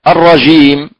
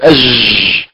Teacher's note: فالجيم الفرنسية تختلف عن الجيم العربية مخرج وصفات. إذن من صفات الجيم الفرنسية الرخاوة، جريان الصوت أج، وهذا ليس في اللغة العربية.